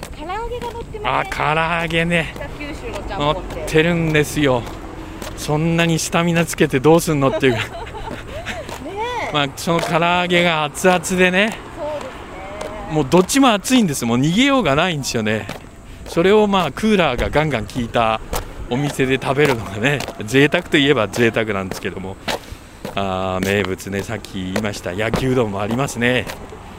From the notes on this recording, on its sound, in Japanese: アウトレットを歩く／ジ・アウトレット北九州。鳴り物入りで開業したジ・アウトレット北九州（北九州市）。オープン３カ月の様子を施設の境界線を歩きながら伝える。